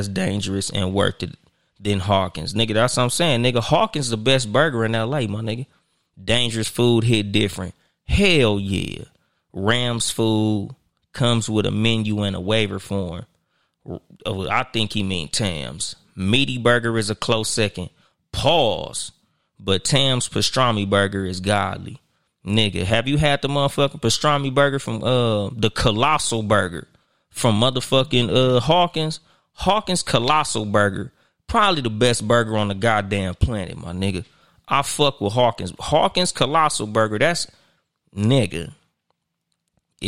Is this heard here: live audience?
no